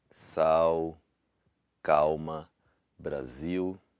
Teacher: We have U as in sal, calma, Brasil. And that's our L at the end of a syllable, sounds more like a W